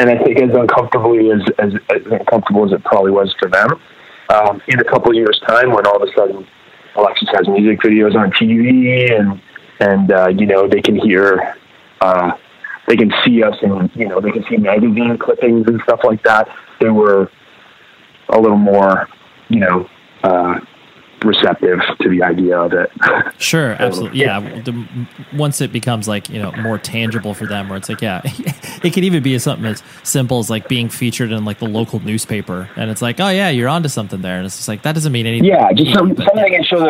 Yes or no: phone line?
yes